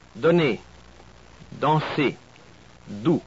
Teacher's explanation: The letter D is practically the same as in English, a little less breath, as with all the French consonants.